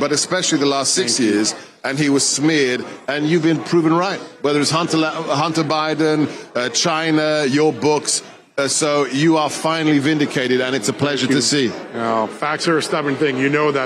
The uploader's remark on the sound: live from CPAC!